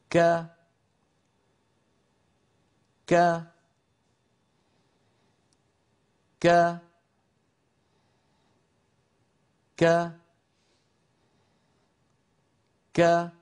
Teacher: في شيء من الهمس ولكنه همس لطيف ليس فيه مبالغة ولا هو مبتور · Term: الكاف المفتوحة